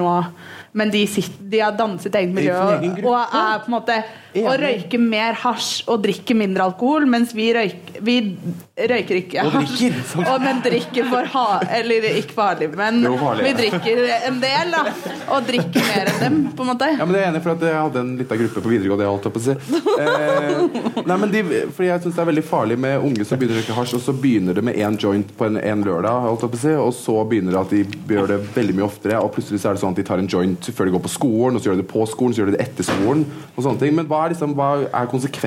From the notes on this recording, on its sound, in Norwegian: Podcasten er spilt inn live på Blindern med publikum i salen.